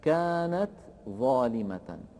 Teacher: التاء والظاء من مخرجين متقاربين والتاء ساكنة، فهذا إدغام متقارب صغير.